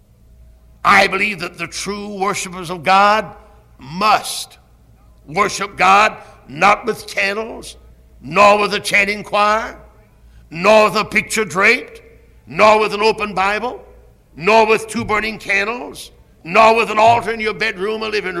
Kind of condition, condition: setting, large echoing room